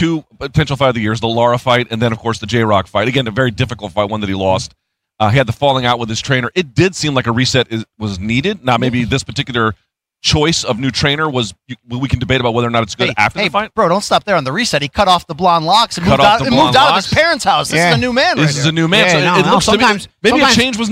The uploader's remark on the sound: recorded live